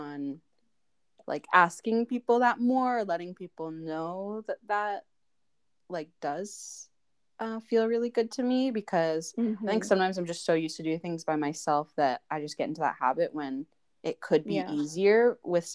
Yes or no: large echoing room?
no